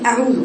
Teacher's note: الواو التي مضمومة قبلها دي بنقول عليها واو مادية. يعني ايه مادية؟ يعني لها زمن حركتين ما تختلسها. تقول أعوذ تجري عليها كده مادية.